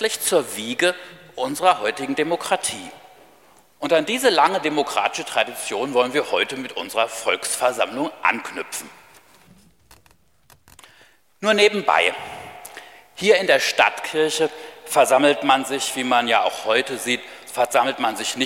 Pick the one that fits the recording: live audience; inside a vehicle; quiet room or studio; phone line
live audience